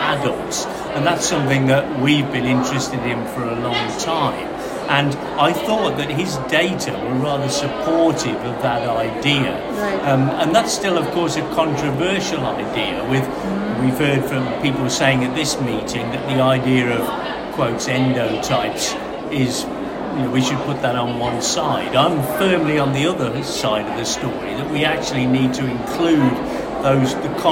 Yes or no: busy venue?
yes